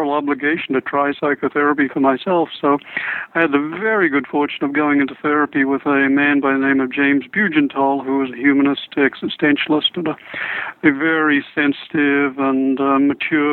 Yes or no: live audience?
no